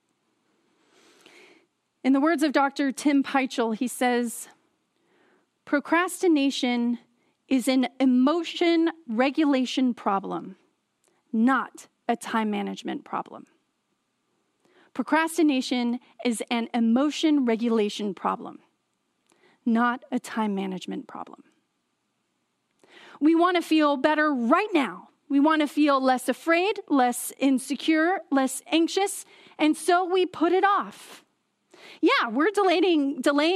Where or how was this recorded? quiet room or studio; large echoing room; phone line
large echoing room